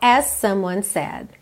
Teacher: as someone, você liga no S só